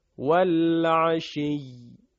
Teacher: فقط یا رو محکم بیان میکنیم ولی کسره یا رو تلفظ نمیکنیم، بلکه تبدیل به ساکن میشه · Term: وقف